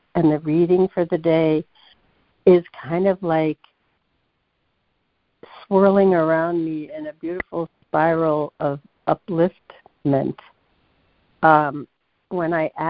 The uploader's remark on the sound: ACIM Daily Conference Call.